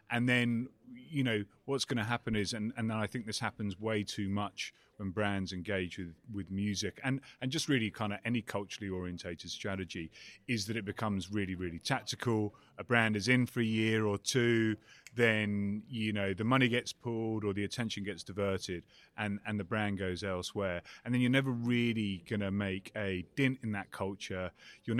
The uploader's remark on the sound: live from Advertising Week New York